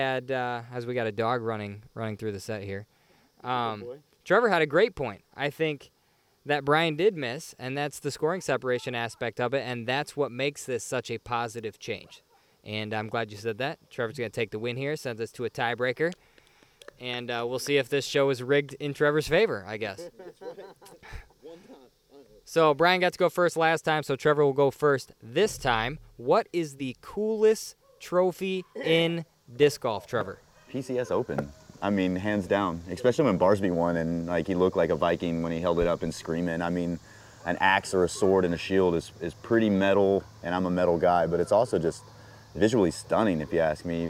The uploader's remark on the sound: LIVE at Ledgestone. In the first in-person episode in show history, the panel heads to Lake Eureka's famous water tower.